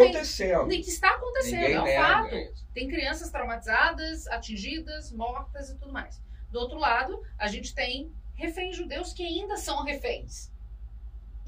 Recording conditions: poor sound quality